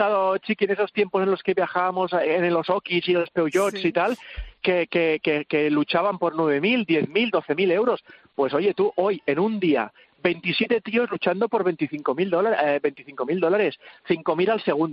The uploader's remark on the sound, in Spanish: Hablamos por teléfono